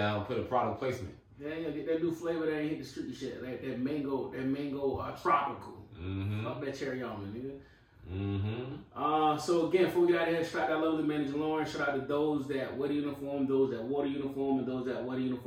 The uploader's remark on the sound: Sorry for the audio difficulty this week